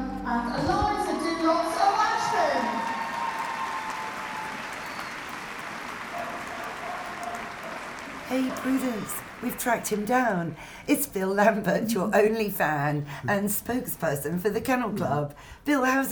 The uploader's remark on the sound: catches up with old friends at the first live Crufts in two years